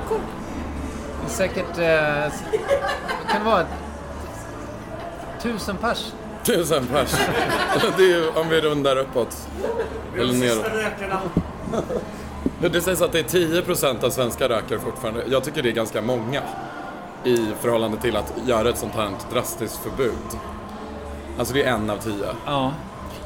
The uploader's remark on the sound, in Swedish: Spelades in live på Stockholmsklubben Trädgården, de sista skälvande timmarna innan rökförbudet på uteserveringar trädde i kraft.